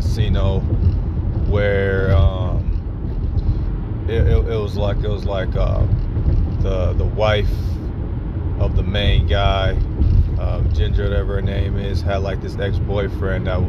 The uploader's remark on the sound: I am in the car on my way to a friend's house.